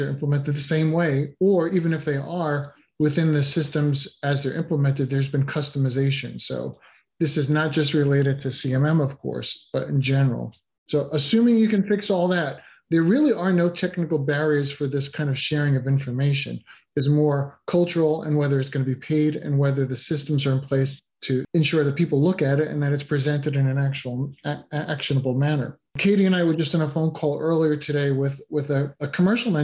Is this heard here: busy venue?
no